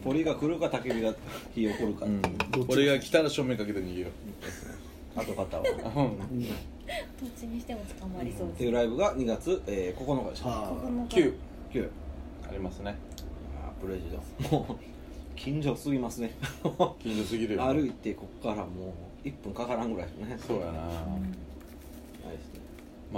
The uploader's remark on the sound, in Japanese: 神戸、SPACE DOG!RECORD(お店)より。